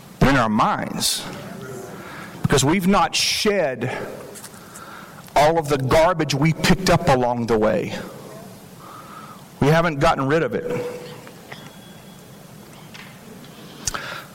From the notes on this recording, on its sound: This message was shared at the 2023 Fall Imagine Conference in Frisco Texas.